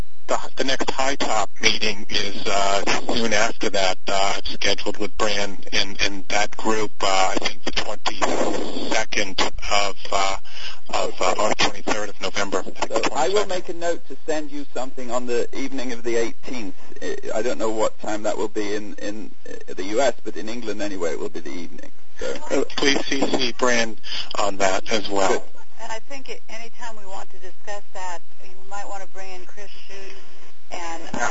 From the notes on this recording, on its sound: This is be a virtual session conducted over an augmented conference call.